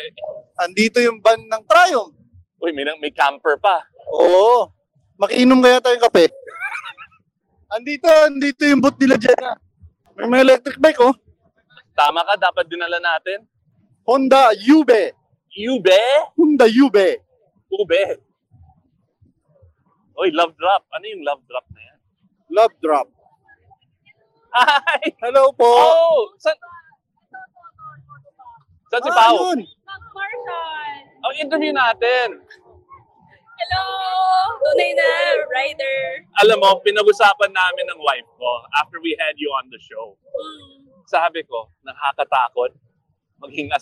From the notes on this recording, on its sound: Tunay na Rider records live from the Boss Ironman Motorcycle Challenge 2023 at the New Clark City in Tarlac! Some 1,800 riders tackle a 1,200-kilometer route for 24 hours up North.